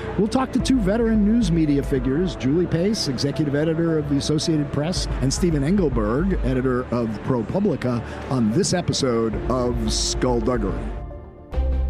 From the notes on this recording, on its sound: join live from the Collision Conference in Toronto Canada